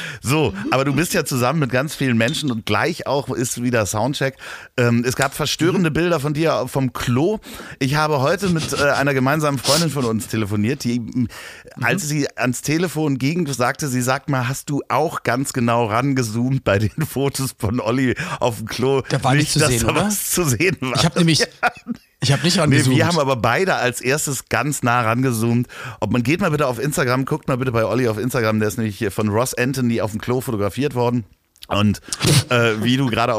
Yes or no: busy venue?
no